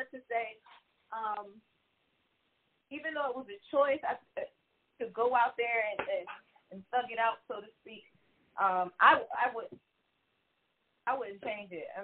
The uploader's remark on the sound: The recording went out twice on this episode! Still learning and growing with the tech on this one so apologies for audio issues ahead of time.